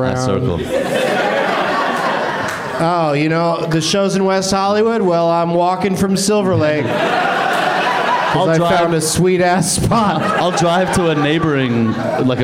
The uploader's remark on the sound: Live from the UCB Sunset Theatre